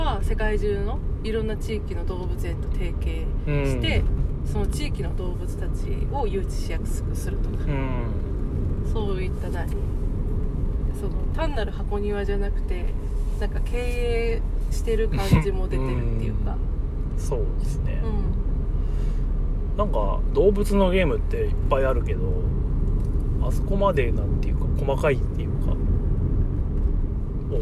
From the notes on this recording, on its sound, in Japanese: 群馬県館林市の中部公民館で毎月第3日曜に行われてるオープンボードゲーム会、たぬきゲーム会に参加した帰りの車での感想収録です。